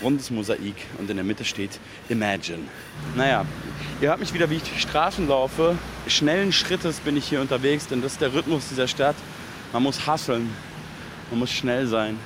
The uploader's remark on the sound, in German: Ist mit dem Field Recorder in New York und nimmt die Hörer:innen mit in die U-Bahn, auf einen Spaziergang durch Manhattan in den Central Park und eine Fähre über den East River.